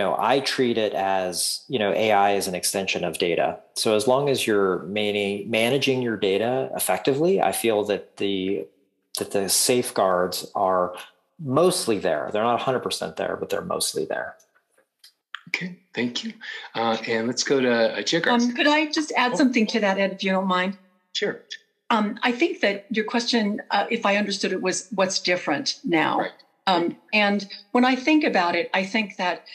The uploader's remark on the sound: From WEDI's September 2023 virtual spotlight. Part 1 of our panel discussion on privacy and security concerns.